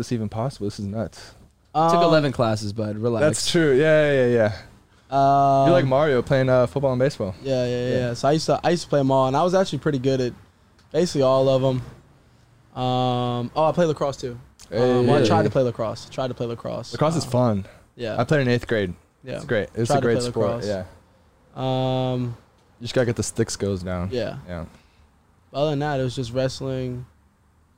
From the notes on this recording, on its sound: in the truck after practice